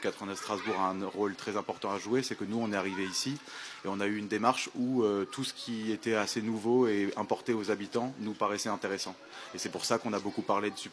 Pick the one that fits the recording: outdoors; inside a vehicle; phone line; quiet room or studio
outdoors